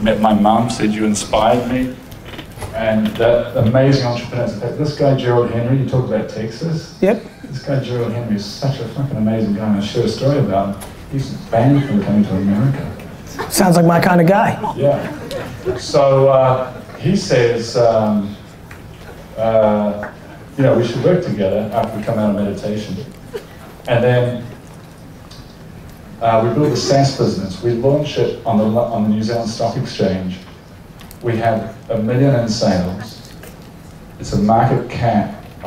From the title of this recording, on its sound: Keynote at SXSW 2016